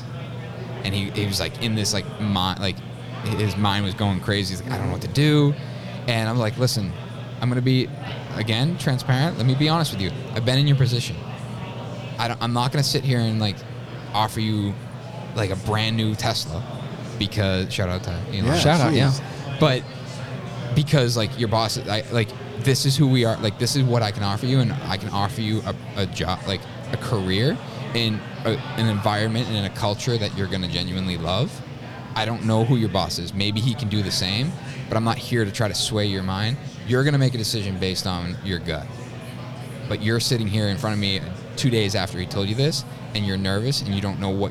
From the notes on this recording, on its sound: LIVE from Buildertrend University